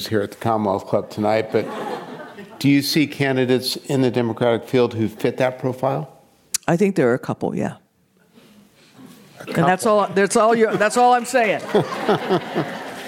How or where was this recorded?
live audience